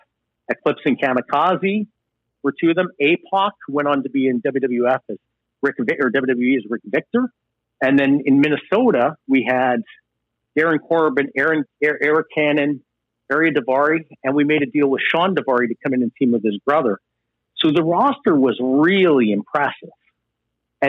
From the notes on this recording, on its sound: joins the show from a remote location on the phone